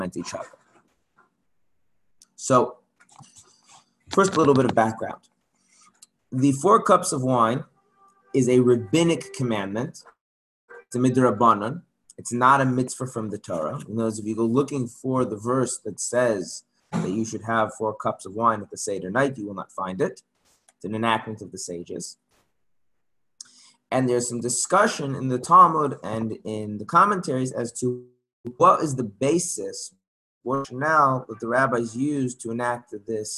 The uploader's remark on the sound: Zoom Class